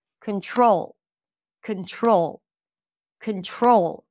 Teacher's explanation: In the word control, the primary stress is on the second syllable.